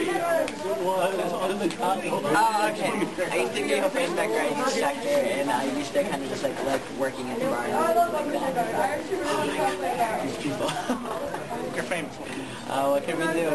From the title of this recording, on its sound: Live from Colossalcon East